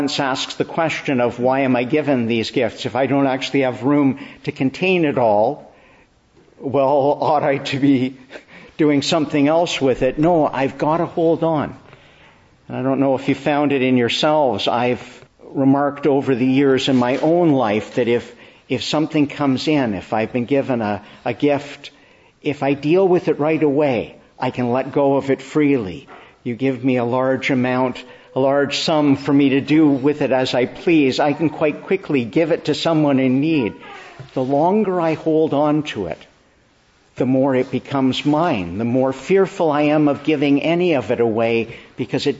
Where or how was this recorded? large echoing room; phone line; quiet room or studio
large echoing room